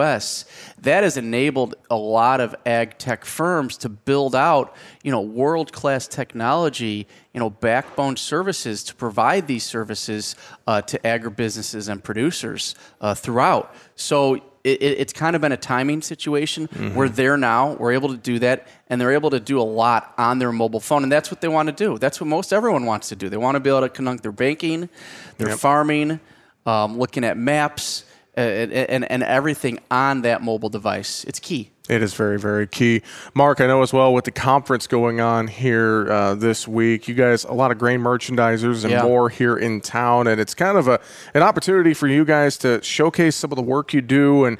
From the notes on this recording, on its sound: we are broadcasting live from Barchart's Grain Merchandising and Technology Conference in Nashville, TN.